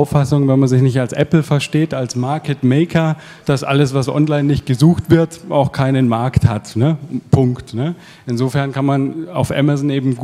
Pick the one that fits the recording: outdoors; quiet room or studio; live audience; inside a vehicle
live audience